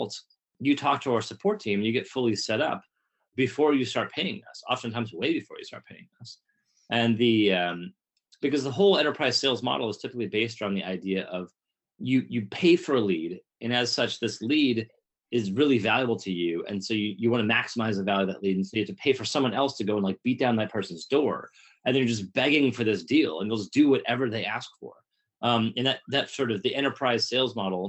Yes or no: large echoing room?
no